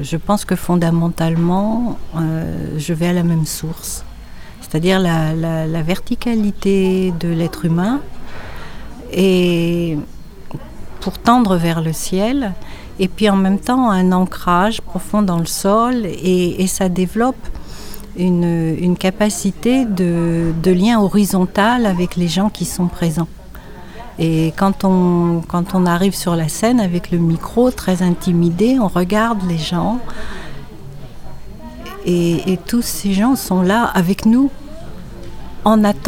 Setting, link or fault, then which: setting, busy venue